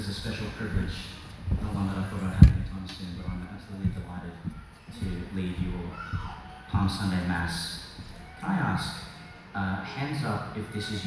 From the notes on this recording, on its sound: Delivered to the young people at Ignite Youth Summer Camp 2022, QCCC Mapleton. The first Gospel (Luke 19:28-40) before processing to the Altar is what is included in this recording, rather than the dramatised Gospel (Lk 22:14-23:56).